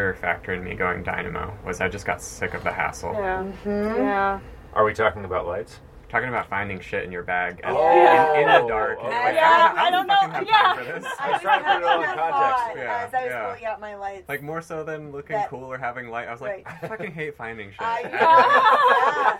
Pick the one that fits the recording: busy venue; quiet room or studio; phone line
busy venue